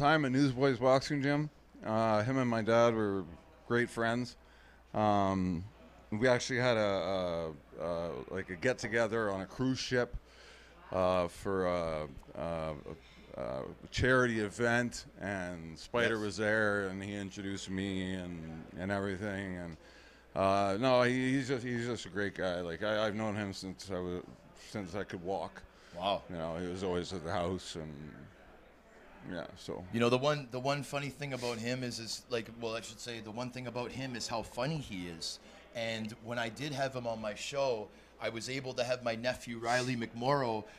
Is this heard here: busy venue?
yes